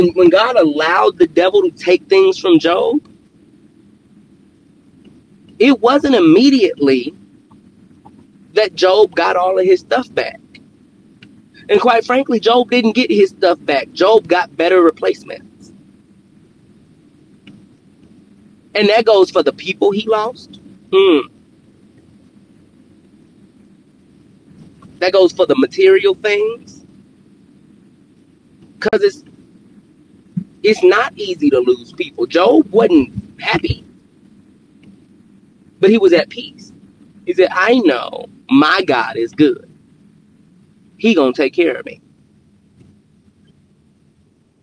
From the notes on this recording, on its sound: Car edition. In this episode from my car, we continue the overcome series with the tail end of my car worship.